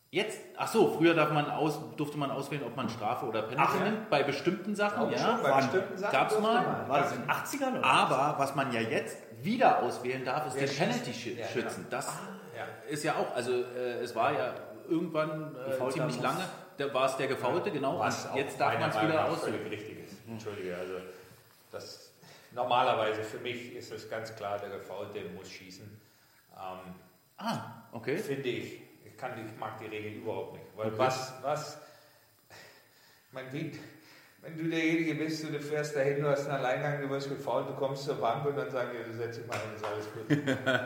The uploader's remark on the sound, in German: Der Livepodcast